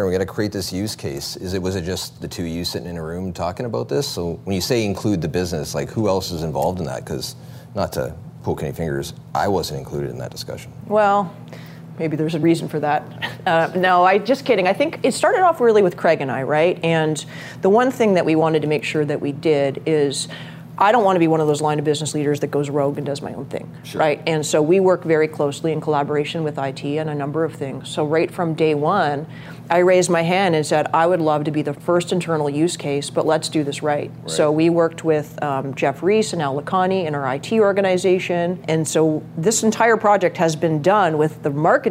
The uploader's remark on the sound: on location at their favorite watering hole